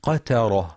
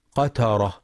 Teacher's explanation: ينتبه لترقيق تاء قترة، فلا يقرأ قترة بتفخيم التاء · Shown in: first take · فتقترب من الطائف اللفظ.